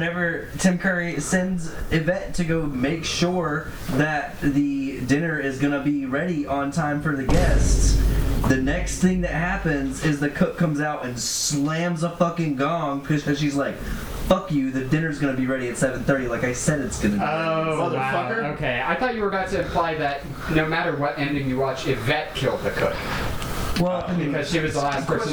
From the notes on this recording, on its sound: WE HAD RECORDING ISSUES AGAIN . We're so sorry for the weird roomy sound!